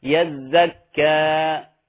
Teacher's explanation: حاول ألا تظهر هاء في آخر الكلمة يزكى، يعني ما في هاء هنا، فاطلق الألف على راحتها · Term: لا توجد هاء